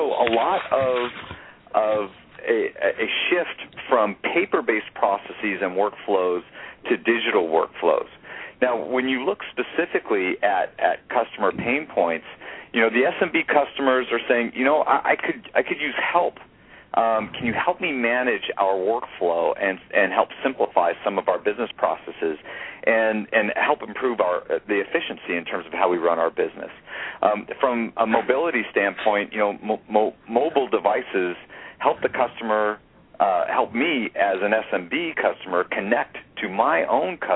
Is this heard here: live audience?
no